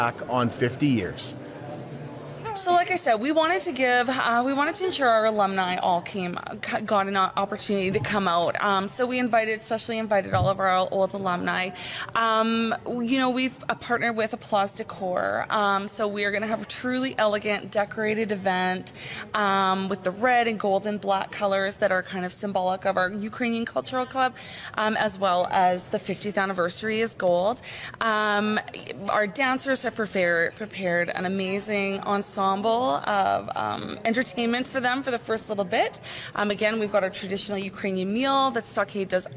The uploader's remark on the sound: live from the Border City Farmers Christmas Market at the Servus Sports Centre